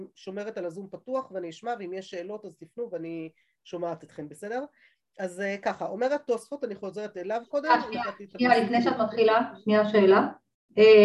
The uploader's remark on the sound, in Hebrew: השיעור הועבר והוקלט בזום. בישוב עלי.